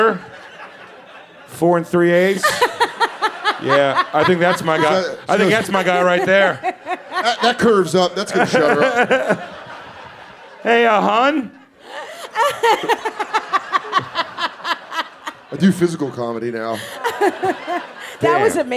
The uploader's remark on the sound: The Bonfire is live from The Moontower Comedy Festival at the historic Antone's in Austin, Texas.